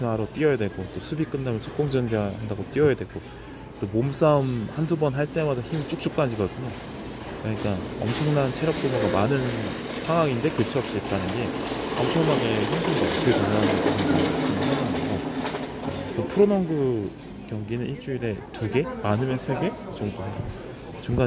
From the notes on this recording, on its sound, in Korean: 콧물 소리 죄송